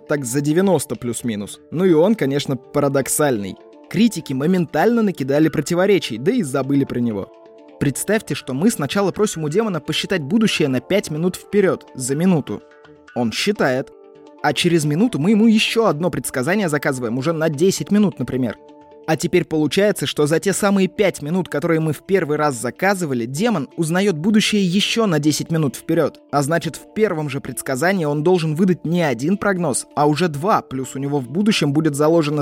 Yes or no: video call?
no